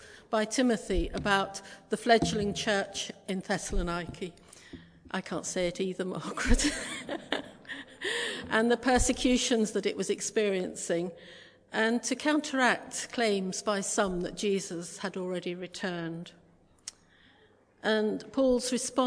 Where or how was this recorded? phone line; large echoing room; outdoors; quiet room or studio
large echoing room